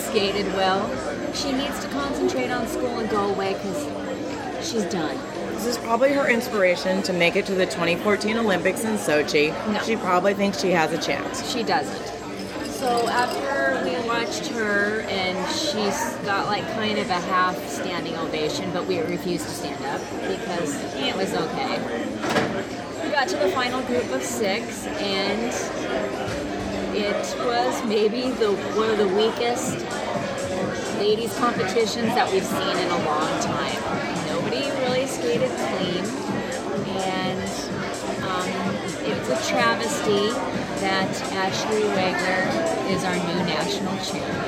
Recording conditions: busy venue